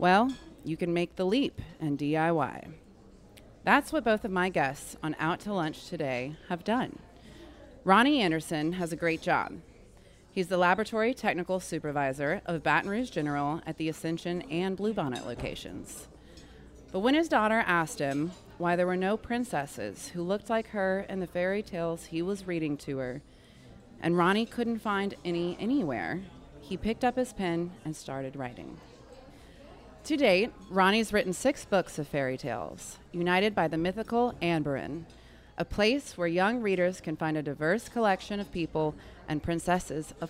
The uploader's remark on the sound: The show was recorded live over lunch at Mansurs on the Boulevard